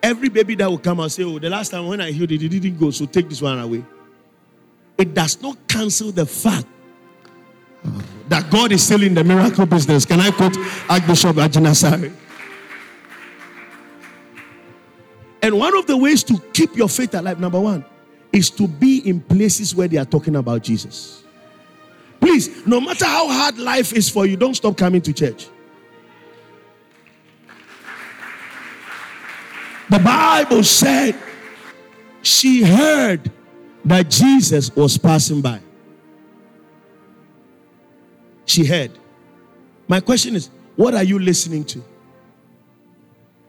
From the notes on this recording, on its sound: Preached at the Spiritual Emphasis Week (First Quarter), Calvary Baptist Church, Adabraka